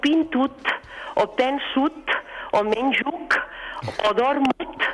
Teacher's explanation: nosaltres reforcem aquesta O neutra final amb una T o una C